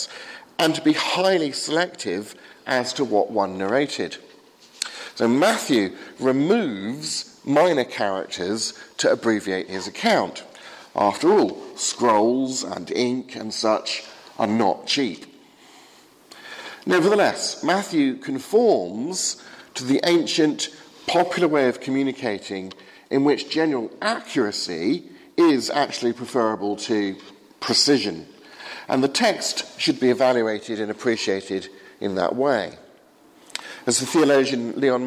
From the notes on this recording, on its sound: Sermon from the 8 am service at Highfield Church, Southampton